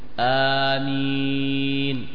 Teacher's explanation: فهذا مد البدل يمد حركتين فقط، تقول آمين.